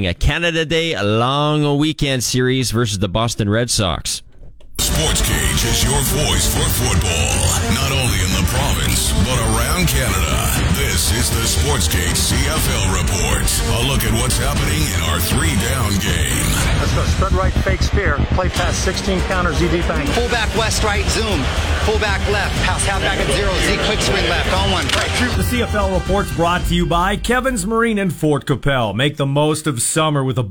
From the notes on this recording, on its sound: LIVE at Western Pizza's NHL Draft Party